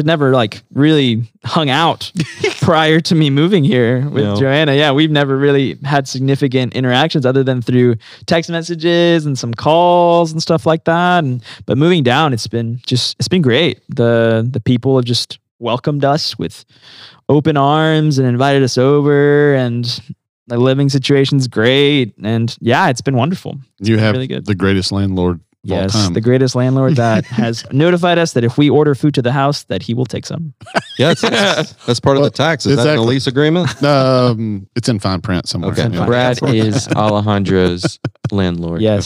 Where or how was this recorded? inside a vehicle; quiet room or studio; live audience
quiet room or studio